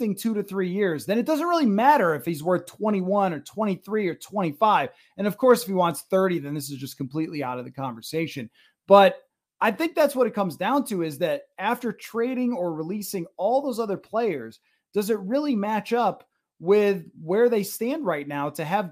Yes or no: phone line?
no